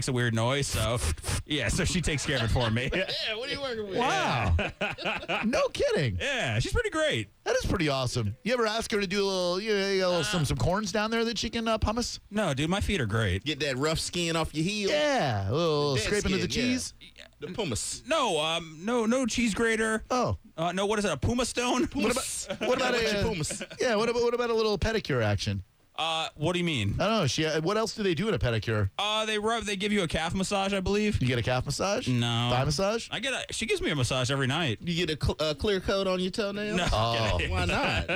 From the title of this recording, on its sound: on the phone